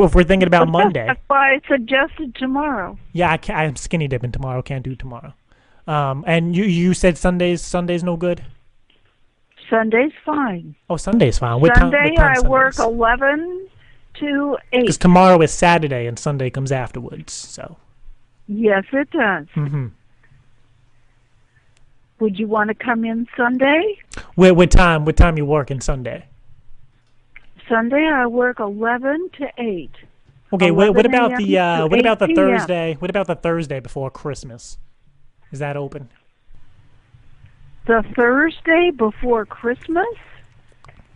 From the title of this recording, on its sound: Home Depot 11:72 Prank Call